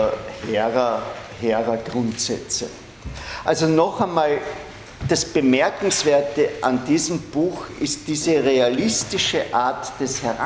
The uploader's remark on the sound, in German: Diese Vorlesung wurde von Studierenden aufgenommen